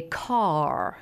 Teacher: hit the R quite hard, and that's roticity